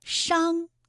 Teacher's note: 这里还有一个后鼻音伤，它的韵母是昂